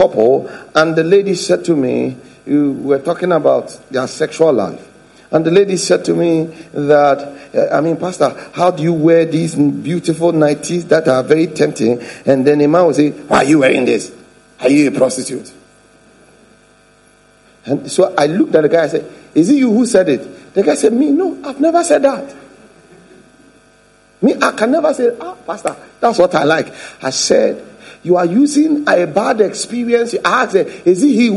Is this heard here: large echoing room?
yes